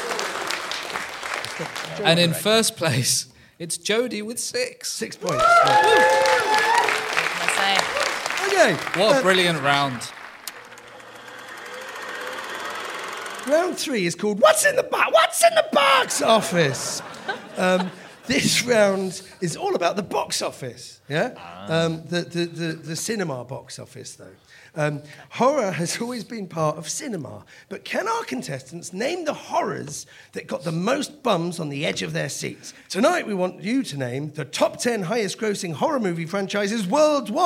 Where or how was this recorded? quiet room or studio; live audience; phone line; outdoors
live audience